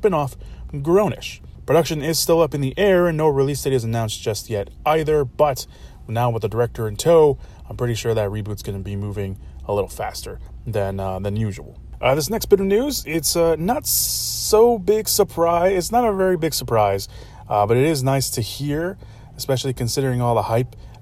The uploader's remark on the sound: Forgive me again, for the scuffed audio on this one. I recorded this from my car, with the window cracked, which obviously not ideal for podcast recording but I did my best.